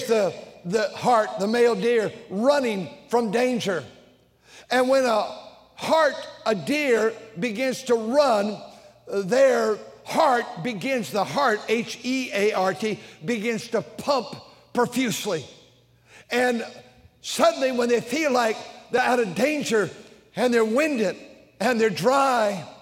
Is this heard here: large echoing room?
yes